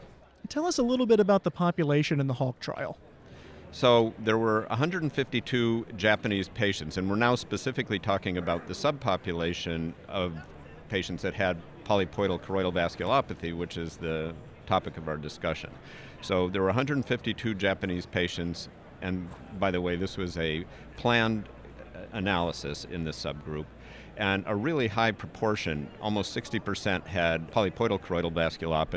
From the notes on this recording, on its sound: From AAO Retina Subspecialty Day. Live from the BMC booth.